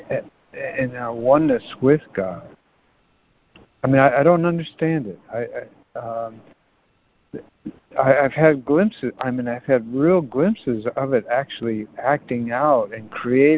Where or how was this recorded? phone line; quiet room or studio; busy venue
phone line